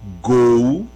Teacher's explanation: gol deve ser a única, eu não consigo pensar em outra, deve ser a única que tem o som fechado